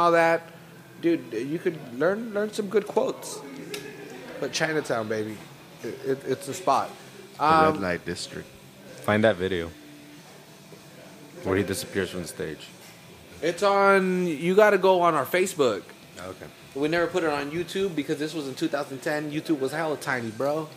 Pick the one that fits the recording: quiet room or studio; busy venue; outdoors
busy venue